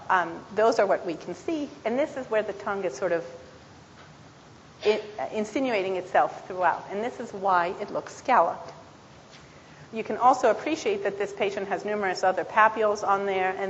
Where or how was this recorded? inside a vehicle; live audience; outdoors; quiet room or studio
live audience